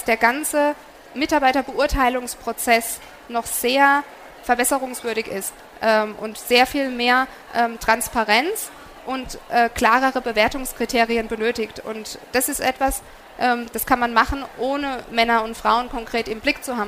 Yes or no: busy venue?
yes